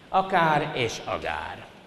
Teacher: Az akárban csak a K nem zöngés, az agárban végig zöngés minden.